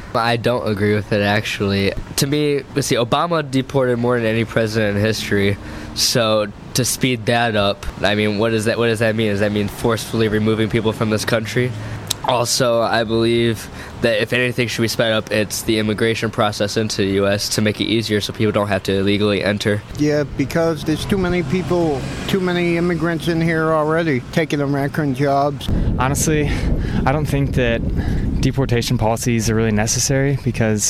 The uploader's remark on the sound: hit the streets to ask Bloomington residents